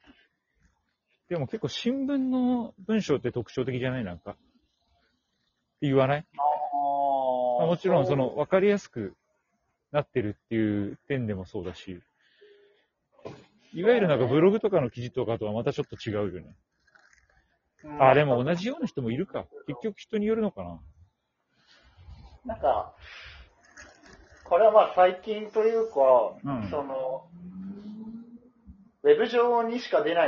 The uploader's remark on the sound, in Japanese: 初ライブなので聞き苦しいです。From Radiotalk。